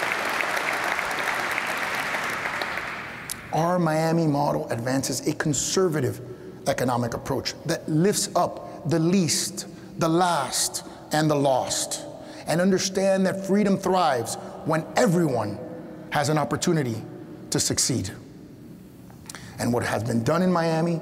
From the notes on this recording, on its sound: In this week’s Reagan Forum podcast, we go back one week to June 15, 2023 for our in-person event. A speaker in the Reagan Foundation’s Time for Choosing Speaker Series.